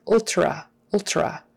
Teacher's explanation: Ultrasound, ultrasound. That TR is often pronounced more like a CHR.